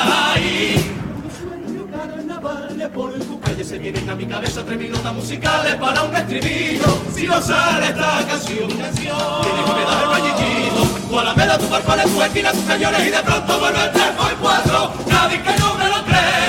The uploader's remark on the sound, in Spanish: En directo desde el Gran Teatro Falla de Cádiz. Concurso Oficial de Agrupaciones Carnavalescas del Carnaval de Cádiz 2024 en Onda Cero.